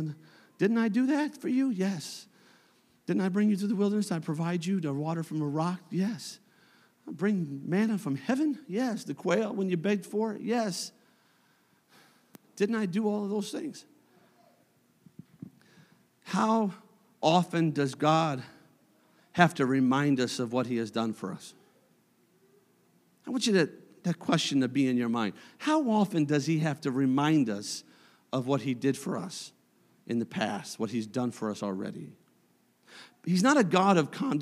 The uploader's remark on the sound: a service recording from Connect Point UPC